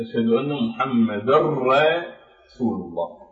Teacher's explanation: فهذا الإدغام لا يوجد فيه غنة، فنقول أشهد أن محمد رسول الله، فنلغي التنوين نهائيا، لا غنة ولا تنوين، وندغم هذه النون الساكنة بالراء، نقلبها إلى راء فنشدد الراء فتكون الراء مشددة، أشهد أن محمد رسول الله، فبدل ما راء واحدة تصبح هذه الراء مع النون الساكنة راءين وبدون غنة، أشهد أن محمد رسول الله صلى الله عليه وسلم. · Term: الإدغام الكامل